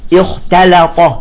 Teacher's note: إذا جاءت إذن تاء وبعدها لام، يجب أن نرقق اللام والتاء